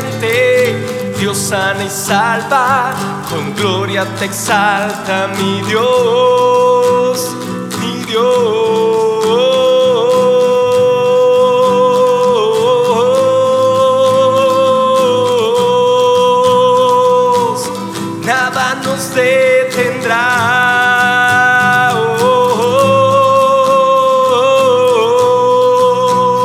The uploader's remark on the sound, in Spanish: Grabación en Vivo desde San Marcos, Guatemala